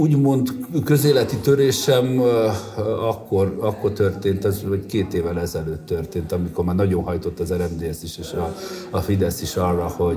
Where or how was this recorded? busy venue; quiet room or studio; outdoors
busy venue